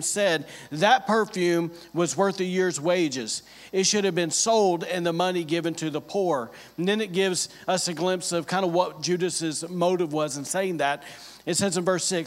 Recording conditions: large echoing room